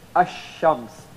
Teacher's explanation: whenever one of the sun letters come face to face with al, the definite article, then you don't pronounce the lam, you cannot pronounce the lam.